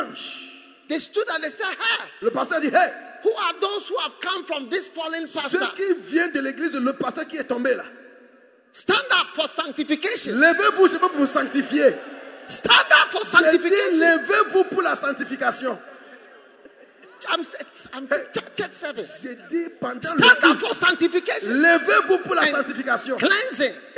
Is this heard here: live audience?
yes